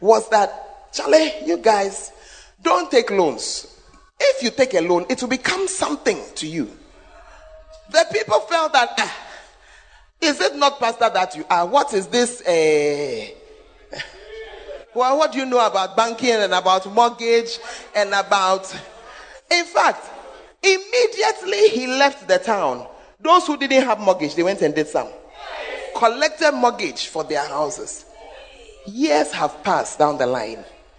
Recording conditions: large echoing room